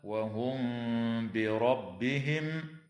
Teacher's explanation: تخفى الميم الساكنة عند الباء مع الغنة